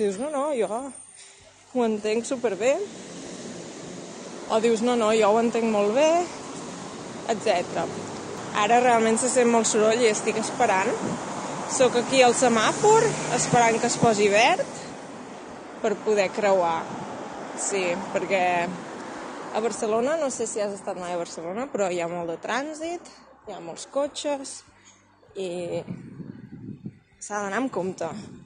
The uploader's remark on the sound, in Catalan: El repte d'avui és veure si pots entendre el català quan hi ha soroll de fons. En aquest cas, el trànsit i les obres de Barcelona.